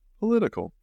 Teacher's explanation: Que no es political, no es una A abierta, cerradito.